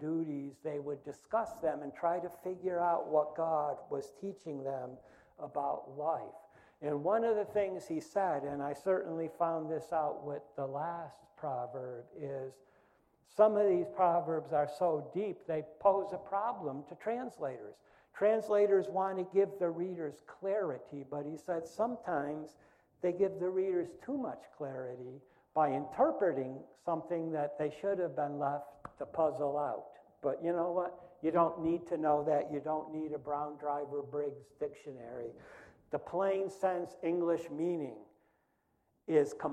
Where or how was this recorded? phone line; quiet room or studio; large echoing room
large echoing room